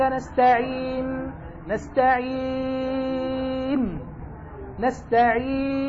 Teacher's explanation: قرأت بقصر وتوسط وطول على السكون، على الإسكان